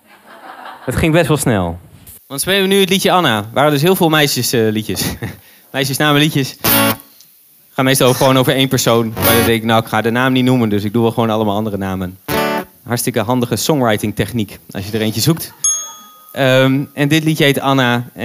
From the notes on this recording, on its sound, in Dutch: In deze eerste aflevering kun je luisteren naar een live opname van de eerste Vaktor open night in de Stadsgehoorzaal in Kampen.